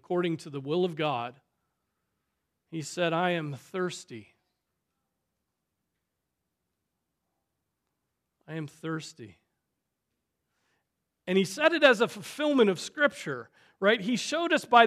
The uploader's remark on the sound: Preached on August 20, 2023 at Trinity Presbyterian Church